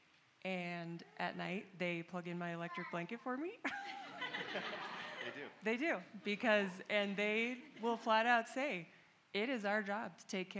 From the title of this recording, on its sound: Panel and Q&A - Me and My House Summit